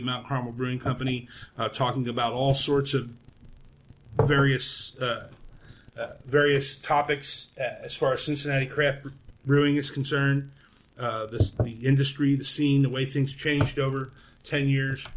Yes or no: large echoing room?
no